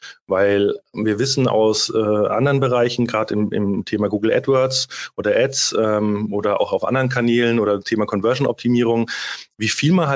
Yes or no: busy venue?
no